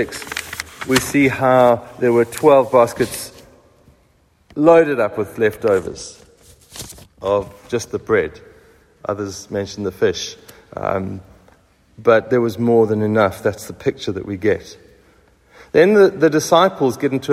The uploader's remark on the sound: Recorded at the 7:45am Sunday service on 26th February 2023